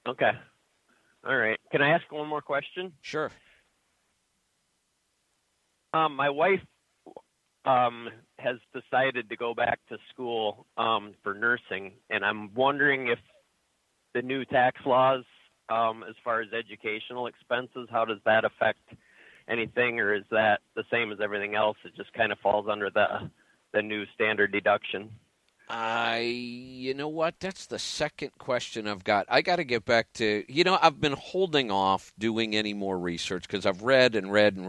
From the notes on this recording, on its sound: Call in Question and Answer Show